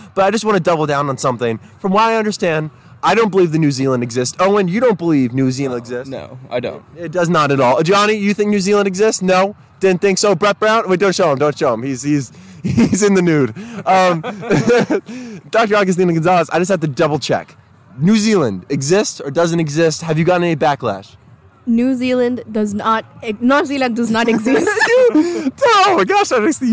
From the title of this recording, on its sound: Live From The Tailgate Lots!